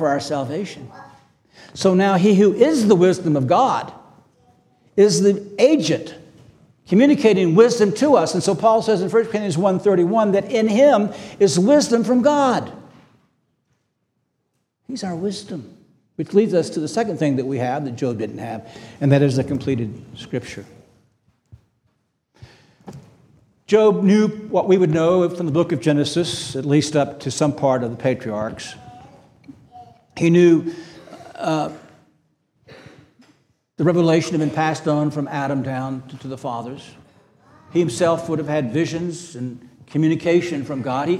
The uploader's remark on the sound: This sermon was preached on August 20, 2023 at Antioch Presbyterian Church. At Antioch Presbyterian Church, a mission work of Calvary Presbytery of the Presbyterian Church in America located in Woodruff, South Carolina.